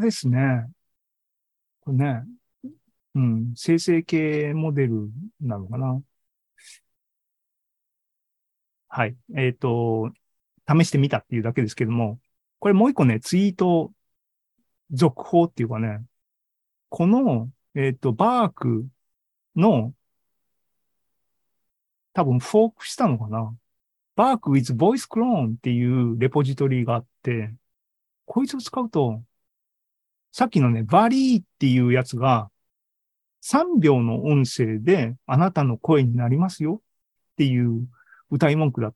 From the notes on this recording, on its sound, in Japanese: ２０２３年４月２６日に開催した ZOOMライブの模様です